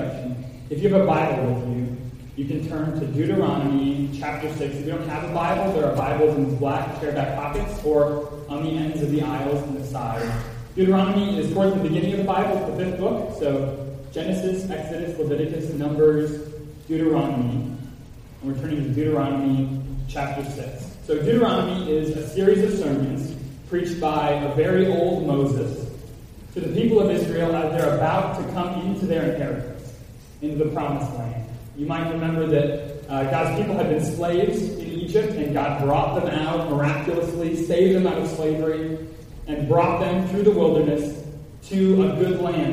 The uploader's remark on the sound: Apologize ahead for echo in Audio recording.